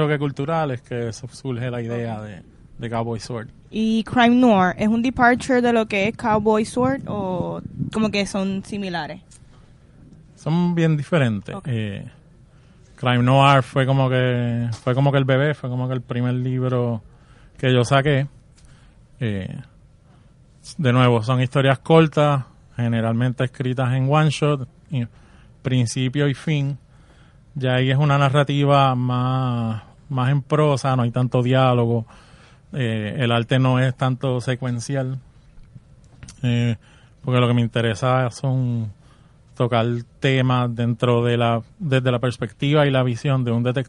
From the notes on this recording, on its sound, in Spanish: Free Comic Book Day 2019 ¡EN VIVO! El cual fue grabado en la tienda Metro Comics de San Patricio Plaza.